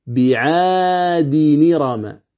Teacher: تصير نون التنوين مكسورة، فتقرأ الكلمة بعاد نرم، يعني بعد الدال تقرأ نون مكسورة وتحذف الألف، كأن إرم تقرأها نرم بالنون. · Term: النقل